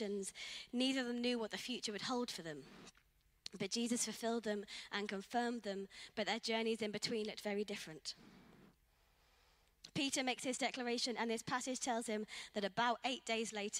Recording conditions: large echoing room